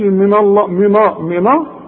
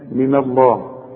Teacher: لفظ الجلالة مفخم، فاحنا مش عايزين نفخم الغنة دي · Shown in: second take · النون دي مش عايزين نفخمها.